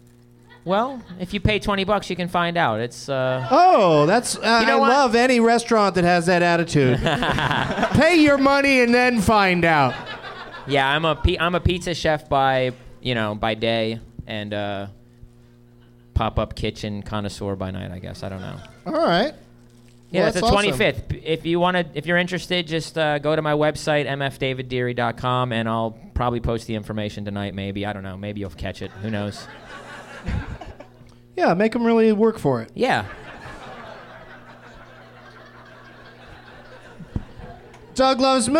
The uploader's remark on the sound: Live from the American Comedy Company in Sweet Home San Diego